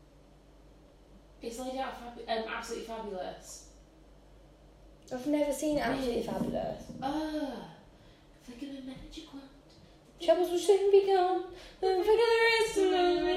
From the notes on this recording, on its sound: apologies for the background noise